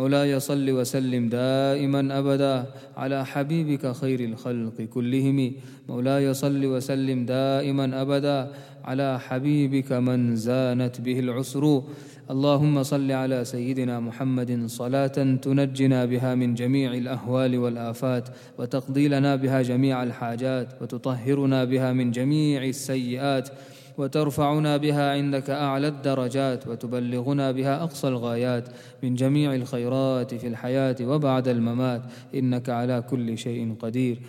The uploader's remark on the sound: at the Houghton Masjid (West Street)